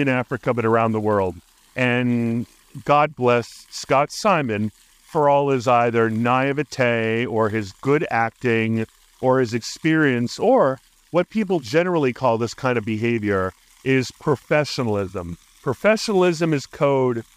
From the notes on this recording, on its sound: While cycling to a park run. He briefly touches on the weather and his surroundings while recording this episode at Penrose Square Park, hinting at the joys and challenges of outdoor podcasting.